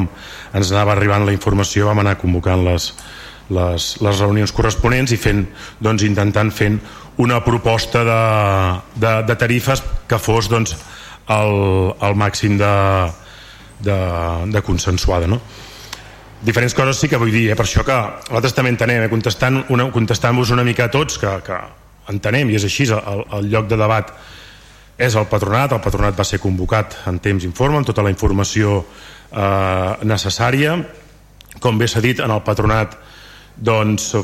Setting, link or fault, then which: setting, large echoing room